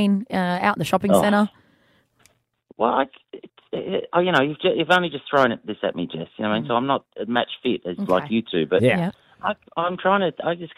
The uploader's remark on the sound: called into the show